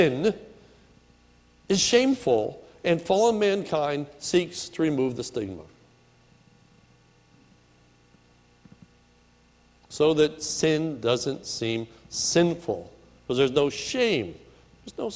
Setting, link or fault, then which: setting, large echoing room